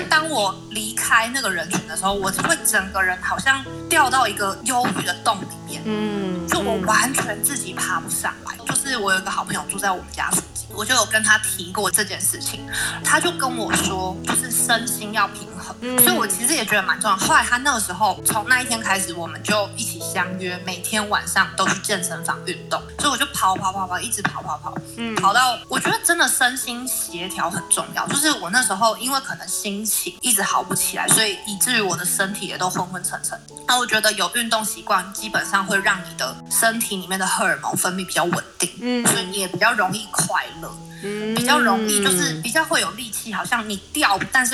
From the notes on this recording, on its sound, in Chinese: 本集因收音問題，可能會出現較大氣音，請見諒。